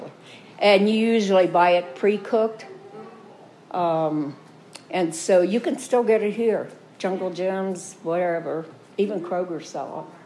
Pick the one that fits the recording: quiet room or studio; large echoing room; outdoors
large echoing room